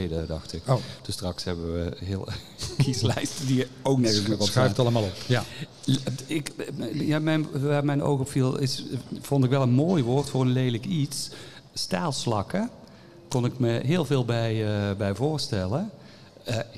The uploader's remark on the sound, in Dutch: Live in de LocHal.